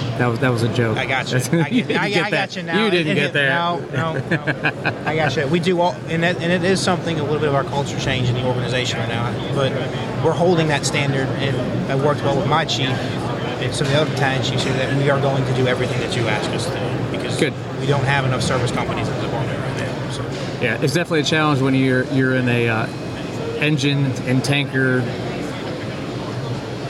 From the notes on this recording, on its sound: live at the SC Fire-Rescue conference